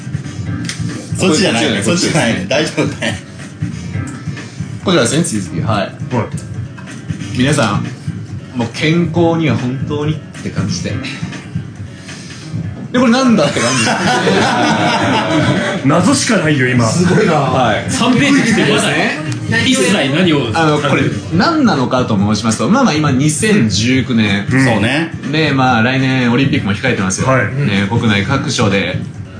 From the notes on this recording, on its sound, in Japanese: イベント公開収録inのにゃん。2019年8月11日に練馬barのにゃんで行われた「AMR公開収録inのにゃん」。